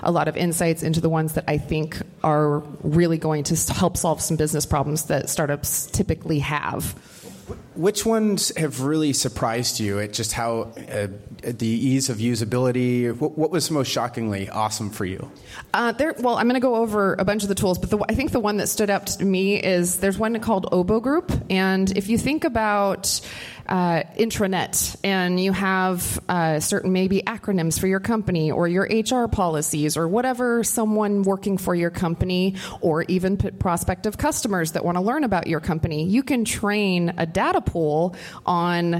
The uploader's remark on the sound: LG NOVA Innovation Festival- AI Startup Tools. Hosting this panel at the LG NOVA Innovation Festival.